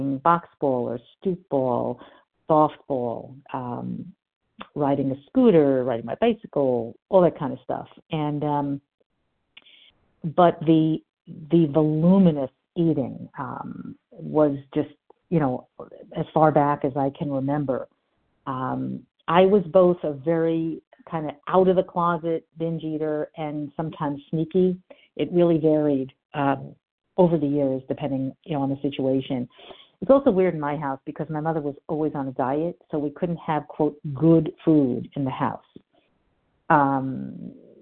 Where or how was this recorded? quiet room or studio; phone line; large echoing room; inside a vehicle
phone line